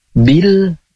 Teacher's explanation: ada juga alif lam komariah karena terdengar dengan jelas suara alnya